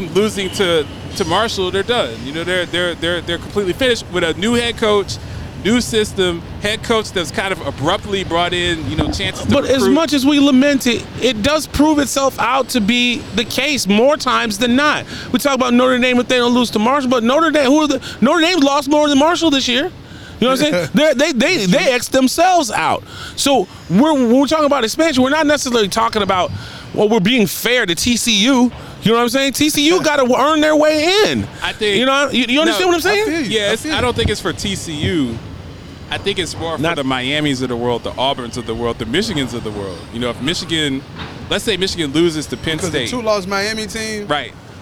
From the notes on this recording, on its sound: LIVE from Horizon Park in Nashville, TN at the Titans Raiders Tailgate!